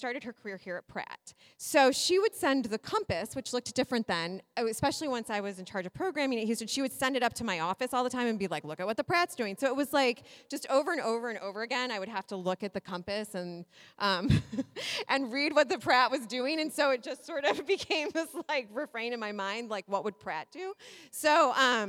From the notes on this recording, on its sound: Live at the Library. Live Episode.